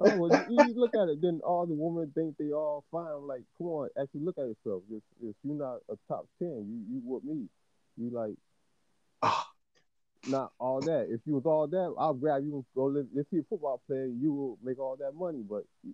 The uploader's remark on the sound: a phone interview with a guest